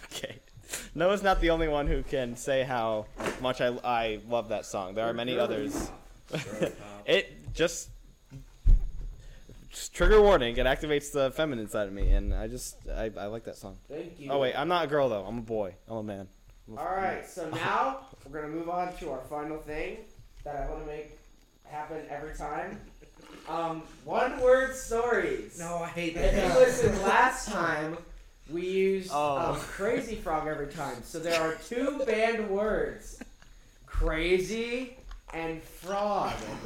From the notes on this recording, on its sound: We're trying out a new thing with the mics and then it sounds a little weird